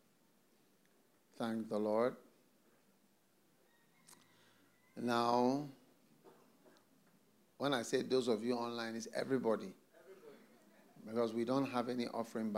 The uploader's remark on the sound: Preached at the FLOW Church Service.